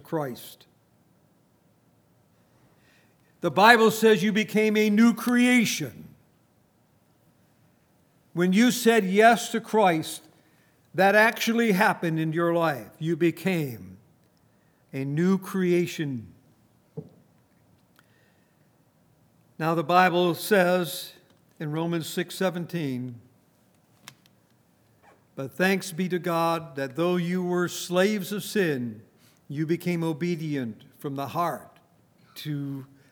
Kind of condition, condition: setting, large echoing room